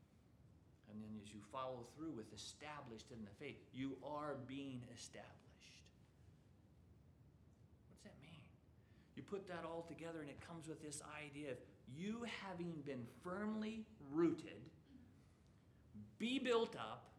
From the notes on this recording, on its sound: from the chapel platform of Baptist College of Ministry